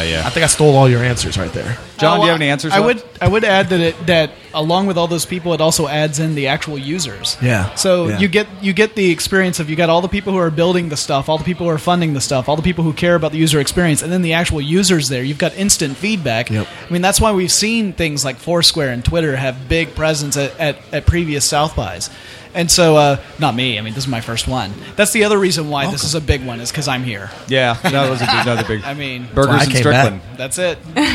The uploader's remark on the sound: Live from SXSW